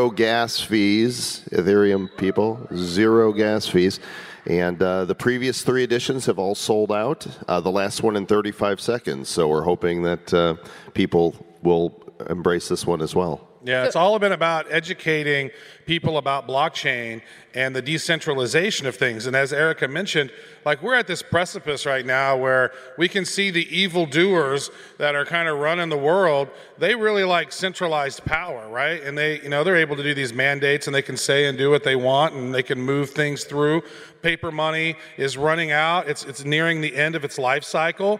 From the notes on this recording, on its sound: Bitcoin Miami 2022. We were recently invited to the keynote stage at The North American Bitcoin conference for a fireside chat. We have secured a recording of the session.